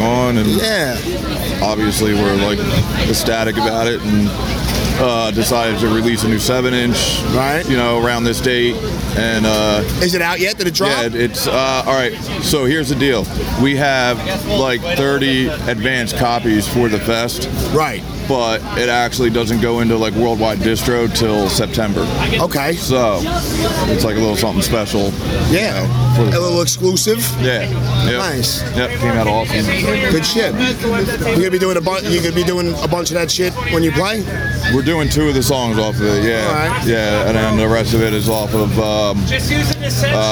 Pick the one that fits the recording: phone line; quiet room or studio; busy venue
busy venue